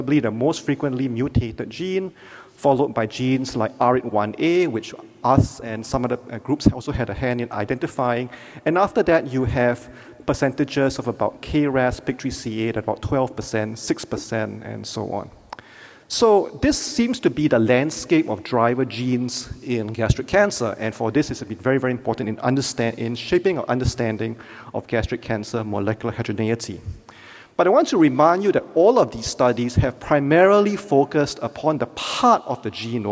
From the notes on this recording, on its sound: Keynote Lecture.